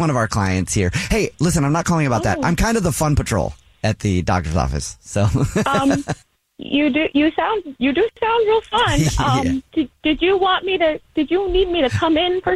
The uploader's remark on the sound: phone prank style